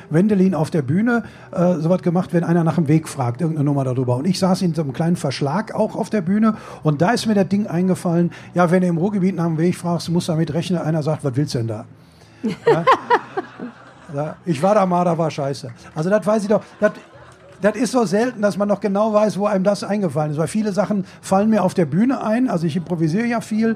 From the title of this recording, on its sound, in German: live vom ZFR